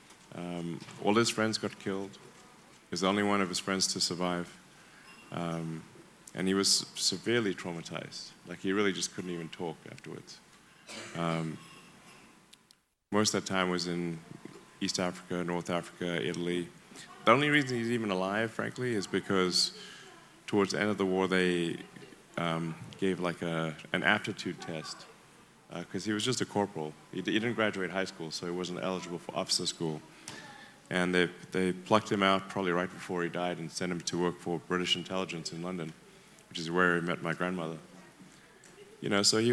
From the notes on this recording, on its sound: interview from inside the conference